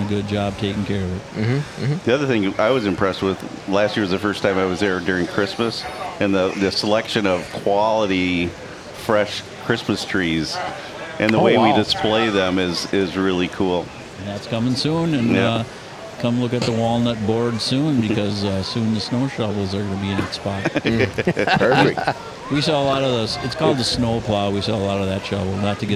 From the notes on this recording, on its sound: Recording fun and informative interviews at the MN State Fair. We were invited to the MN State Fair by our friends at Beisswenger's Hardware & Power Equipment!